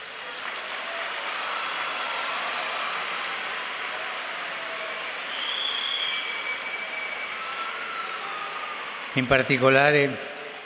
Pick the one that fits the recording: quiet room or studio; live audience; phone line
live audience